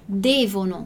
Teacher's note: A nossa sílaba tônica, a nossa sílaba forte é o de.